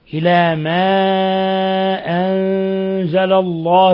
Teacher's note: أنزل نون ساكنة جاء بعدها الزاي، الحكم التجويدي إخفاء حقيقي